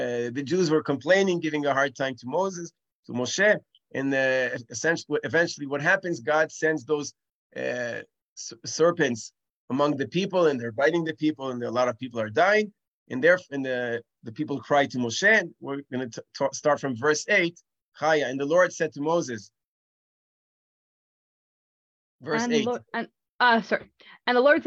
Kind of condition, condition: link, video call